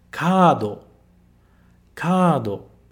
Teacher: A gente precisa prolongar esse A. E a gente coloca esse tracinho para dizer que está prolongando.